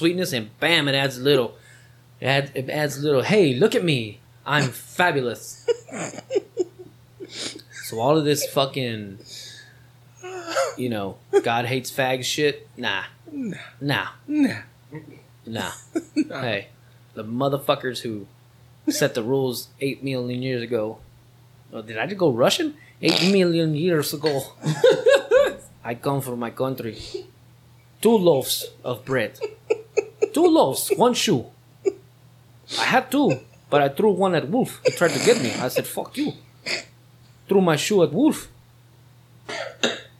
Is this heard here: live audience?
no